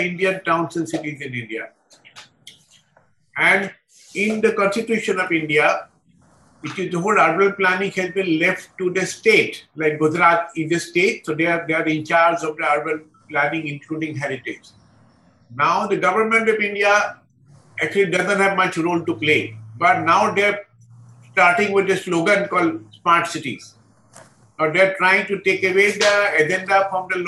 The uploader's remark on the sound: A La Trobe Asia event as part of the Australia India Institute’s 'India Week'. Recorded live via zoom.